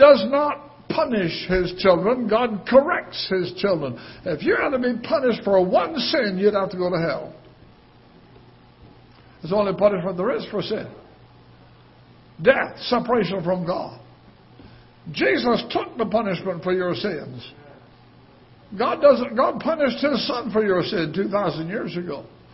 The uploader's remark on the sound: Ketha Heights Baptist Church ~ Live Broadcast